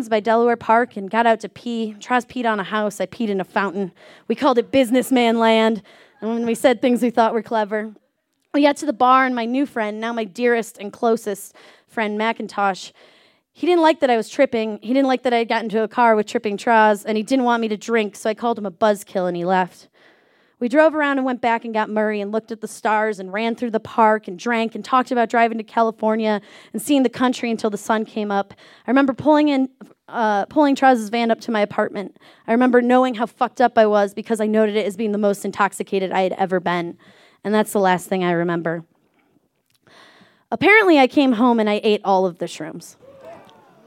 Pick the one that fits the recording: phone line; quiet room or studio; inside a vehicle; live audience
live audience